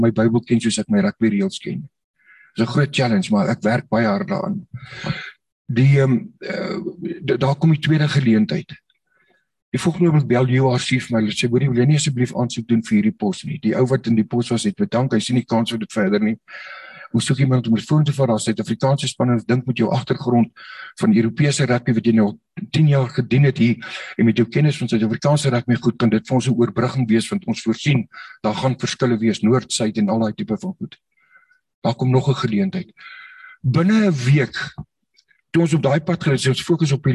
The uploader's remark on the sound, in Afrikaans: Zoom Byeenkoms 22 Maart 2022